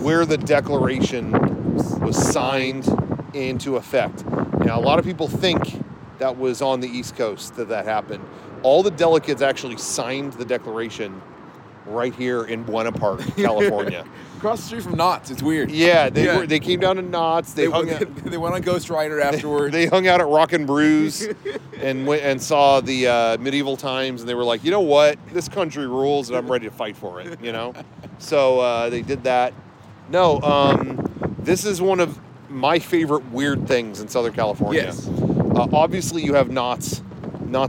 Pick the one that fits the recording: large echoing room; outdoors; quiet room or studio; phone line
outdoors